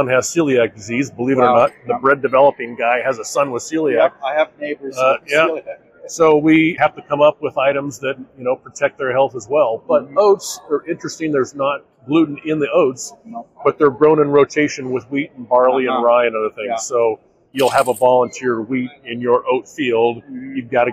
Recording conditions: busy venue